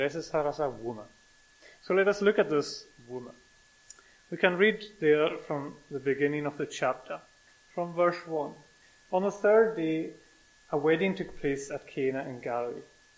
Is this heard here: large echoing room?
yes